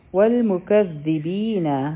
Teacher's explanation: بغطوايو او نون بد ظهرك راكاغو والمكذبين د زال لپاره به زمونږ ژبه د بره غاښونو د لاندې را شي او د هغې سر به لږ شان بهر ته راوتی وي او په دا به په مضبوطۍ سره وایو ځکه چې په